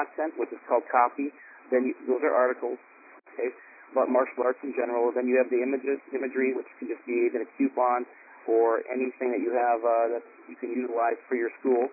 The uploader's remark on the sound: Maximum Impact Monthly Teleconference. Host a regular “Best Practices” conference call for all Maximum Impact Members and above.